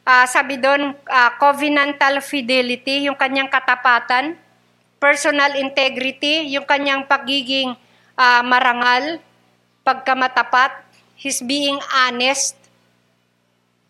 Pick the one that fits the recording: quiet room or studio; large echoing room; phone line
large echoing room